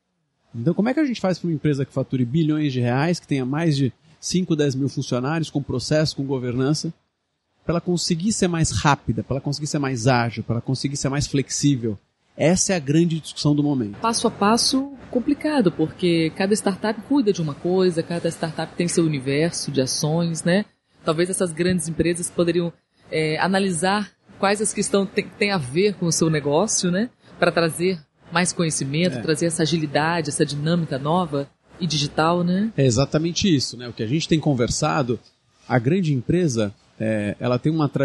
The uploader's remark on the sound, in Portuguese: Episódio gravado no evento "Sebrae - Circuito Startup Summit Espírito Santo", realizado em dezembro de 2019.